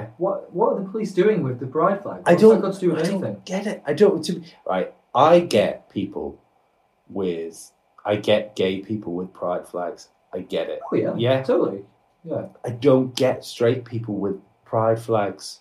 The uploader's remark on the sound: Its a catch up episode that came with freak audio issues....